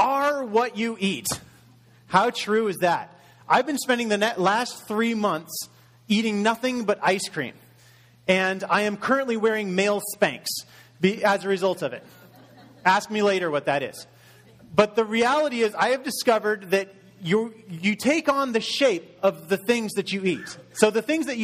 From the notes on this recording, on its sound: Message delivered in Contemporary Worship Service